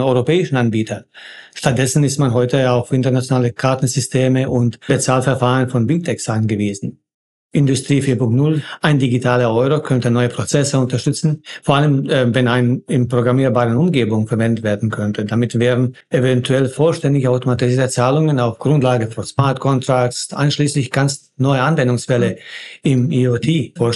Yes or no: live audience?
no